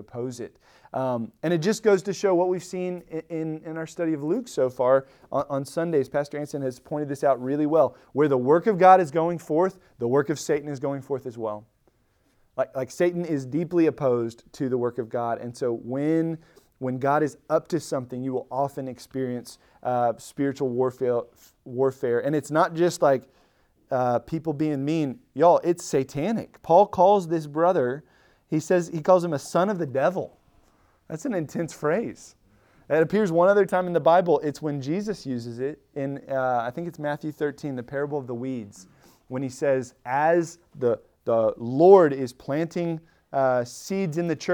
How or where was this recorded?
large echoing room